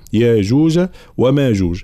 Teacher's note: يقرأها هنا بالمد إبدال الهمزة، لا يقرأها ياجوج، لا، ياجوج، يبدل الهمزة هنا حرف مد، وكذلك ماجوج.